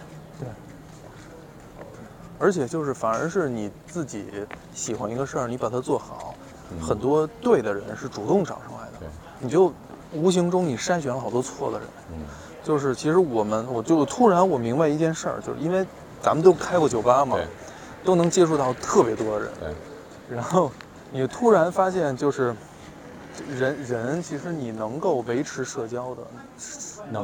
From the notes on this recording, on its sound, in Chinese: 因为这个系列都是在街头录制，所以全程伴随着街头环境音；音量大小有所起伏， 请注意调节收听音量。本次walk with 路线：小安澜营三条-杨梅竹斜街-大栅栏步行街-鲜鱼口大街-西兴隆街。